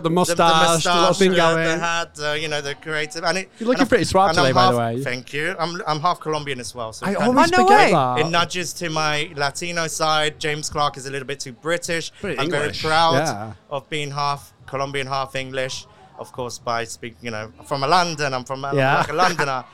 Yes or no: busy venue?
yes